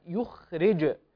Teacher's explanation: الخاء مفخمة وساكنة والجيم عليها ساكنة وهي من حروف القلقلة